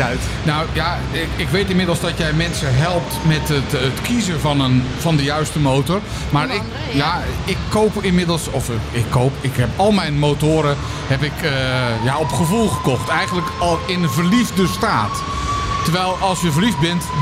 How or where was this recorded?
busy venue